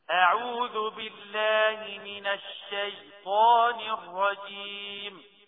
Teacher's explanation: حرف الشين بالتفشي، بصفة التفشي، لانها تنبث وتنتشر في الفم عند النطق بها لرخوتها